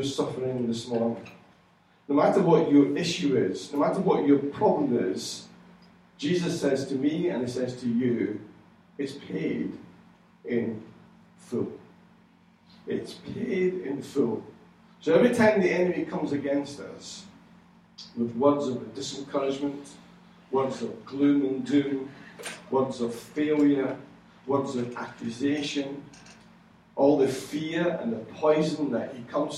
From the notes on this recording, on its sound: Recorded at freedomcentre church, Preston on Sunday 5th July 2015